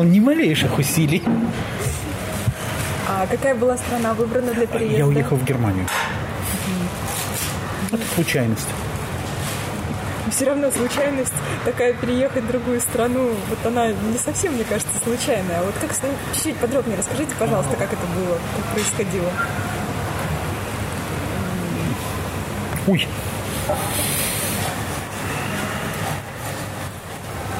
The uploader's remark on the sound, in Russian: Сегодняшний выпуск мы записали в Москве, в одном из кафе. Фоновый шум кафе (который нам все-таки не удалось убрать).